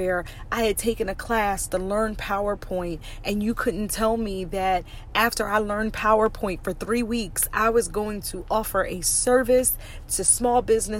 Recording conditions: inside a vehicle